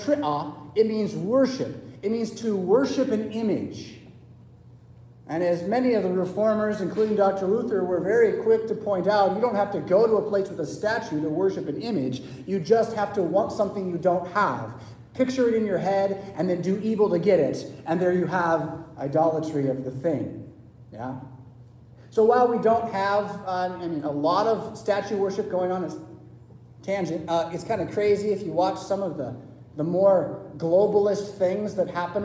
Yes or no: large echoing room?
yes